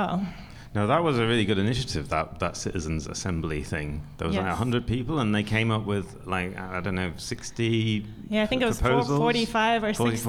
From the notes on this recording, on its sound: goes live from Hotel Selina in Mitte